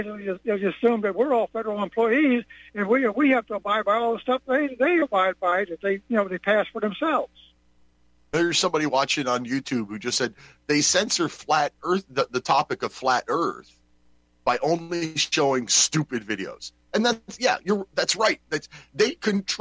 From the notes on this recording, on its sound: Your phone calls